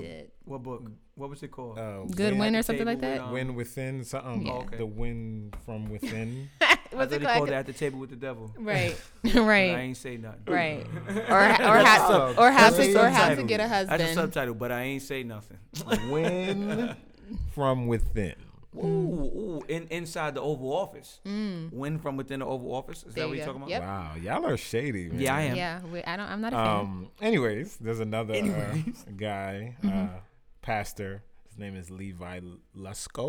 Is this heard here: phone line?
no